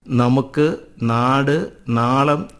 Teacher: ന എന്ന ലിപിക്ക് പദാദിയിൽ ദന്ത്യാനുനാസികത്തിന്റെ ഉച്ചാരണമാണ് വരിക. നമുക്ക്, നാട്, നാളം എന്നിവ പോലെ മറ്റുള്ള ഇടങ്ങളിൽ വർഷ്യാനുനാസികമായ നായുടെ ഉച്ചാരണമാണ് ആ ലിപിക്കുള്ളത്.